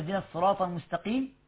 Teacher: تفخيم القاف إذا كسرت بيكون تفخيم رقيق